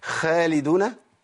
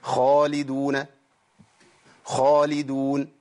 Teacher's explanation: امكن لاقصى لسان انه يرتفع يرتفع يرتفع بس ما يلتصقش · Shown in: second take · Term: الاستعلاء